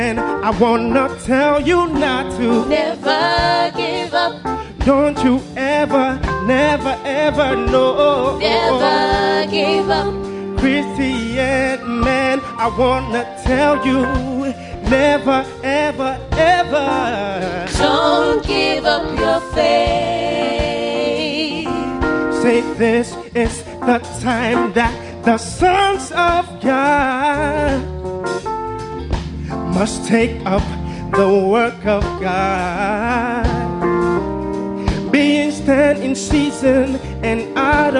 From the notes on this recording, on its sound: Preached at the First Love Church, University of Ghana, August 2012.